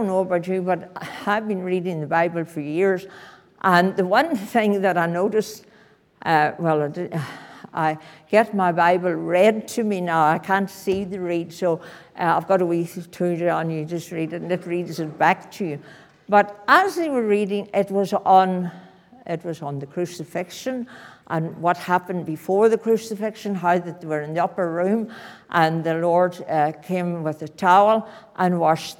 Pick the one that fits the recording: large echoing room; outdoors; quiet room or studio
large echoing room